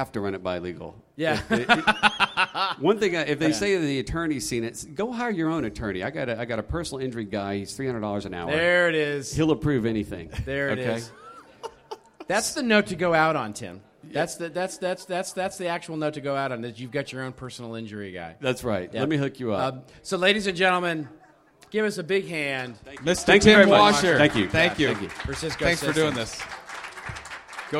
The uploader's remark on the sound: Live from Content Marketing World Sydney. Live from Content Marketing World in Sydney, Australia.